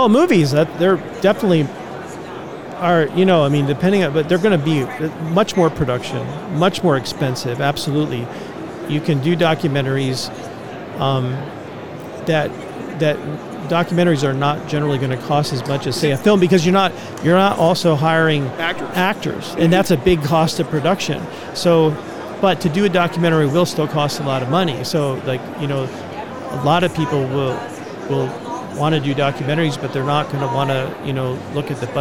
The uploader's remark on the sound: LIVE from NRB 2022!